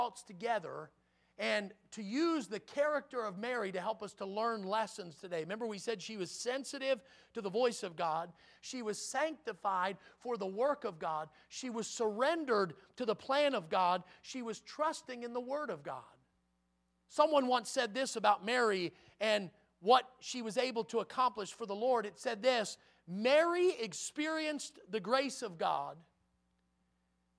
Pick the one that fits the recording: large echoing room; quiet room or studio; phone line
large echoing room